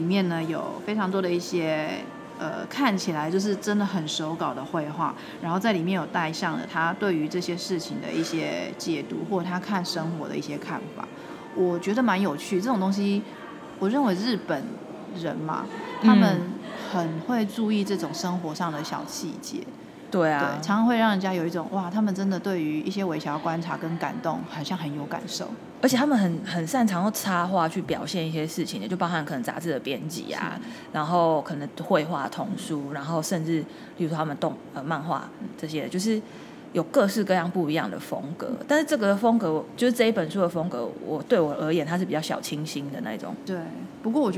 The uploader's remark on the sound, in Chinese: 因為入住在台中勤美誠品樓上。錄音地點為starhostelLobby #starhostelLobbyLive系列 #環境音依舊但可忍受。